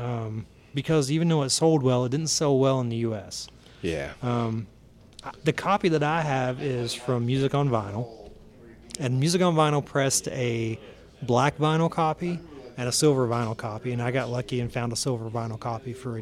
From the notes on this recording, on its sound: This episode was recorded at Blue Holler Brewing Supply in Bowling Green, KY.